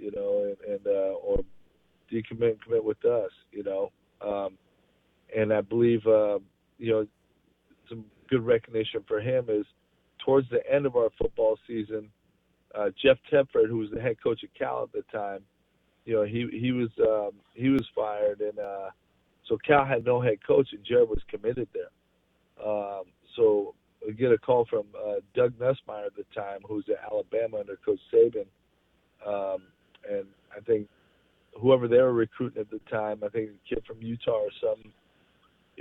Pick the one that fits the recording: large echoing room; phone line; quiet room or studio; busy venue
phone line